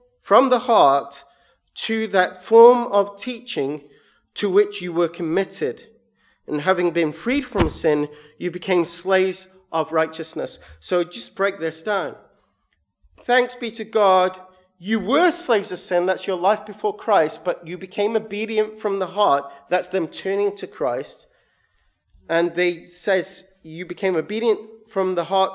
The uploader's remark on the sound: sermon recorded 7/8/22